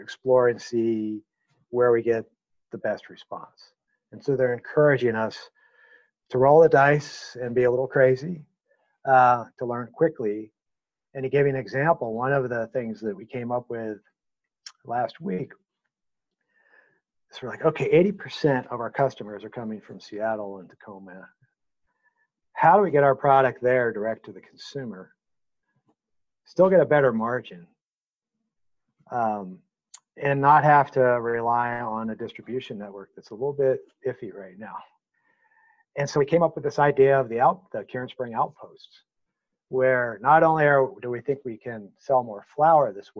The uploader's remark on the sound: Interview recorded over the web on May 12, 2020